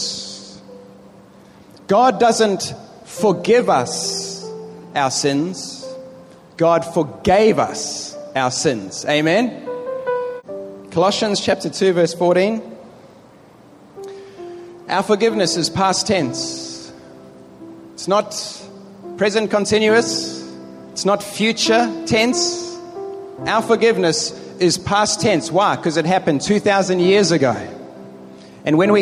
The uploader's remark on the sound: Preached in the Philippines in 2011 to a stadium audience of over 1500 people.